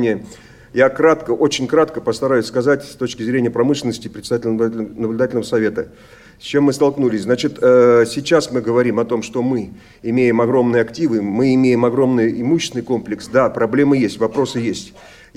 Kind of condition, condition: setting, large echoing room